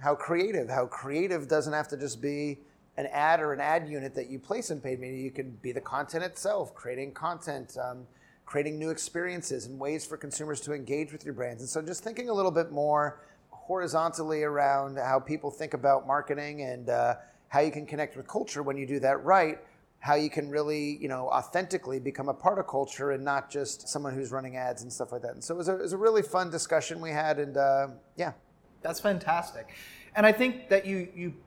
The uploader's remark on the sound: We’re back with another edition of the Masters of Brand Masters series, recorded on site at the ANA Brand Masters Conference in Bonita Springs, Florida.